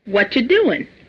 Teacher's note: What are you becomes whatcha